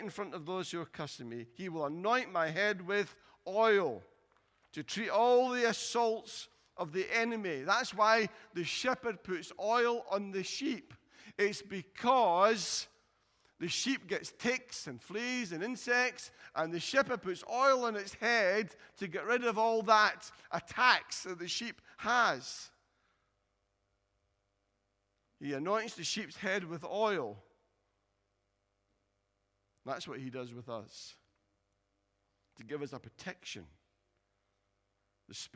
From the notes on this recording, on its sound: Recorded at freedomcentre church, Preston on Sunday 4th October 2020